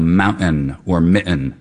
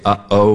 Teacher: I'm using a glottal stop, which is a sound you make, you know, at the level of the larynx